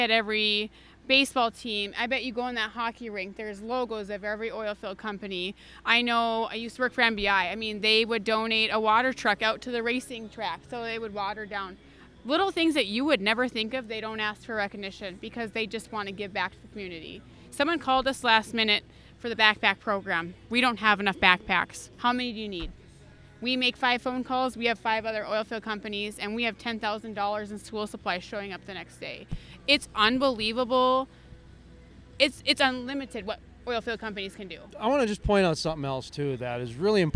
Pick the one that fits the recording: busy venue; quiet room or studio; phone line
busy venue